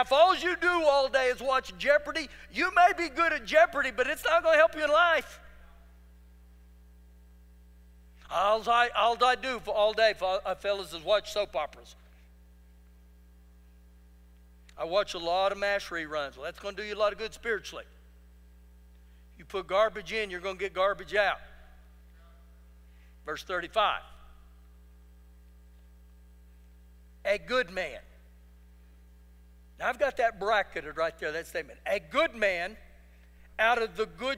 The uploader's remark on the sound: Recorded live during our Wednesday night service